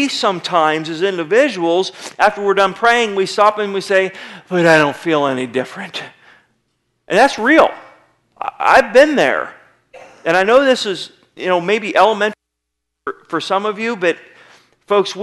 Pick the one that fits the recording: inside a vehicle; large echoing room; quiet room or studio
large echoing room